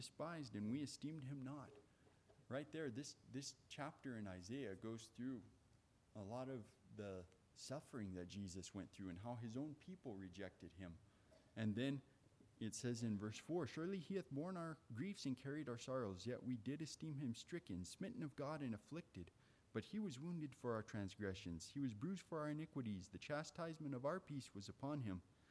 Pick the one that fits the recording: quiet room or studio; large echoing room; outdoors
large echoing room